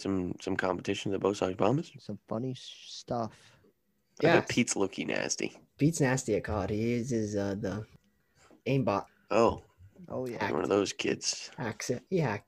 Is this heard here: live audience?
no